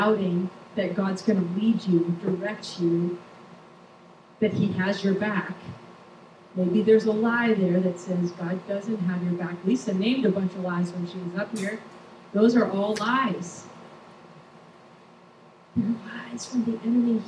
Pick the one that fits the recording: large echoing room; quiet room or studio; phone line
large echoing room